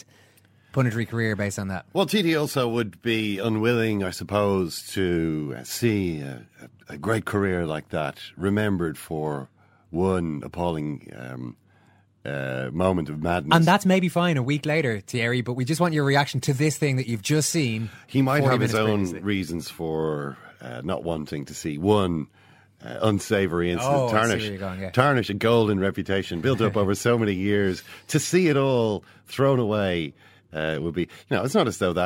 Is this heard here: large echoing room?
no